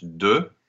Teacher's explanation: Yes, but that consonant, the X in this case, is silent. So the last pronounced sound is that EU digraph, and in this case, therefore, it will become the O slash.